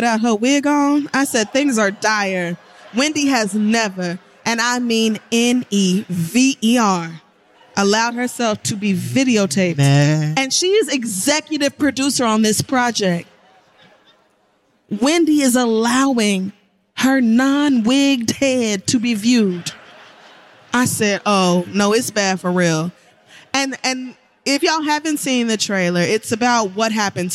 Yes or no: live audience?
yes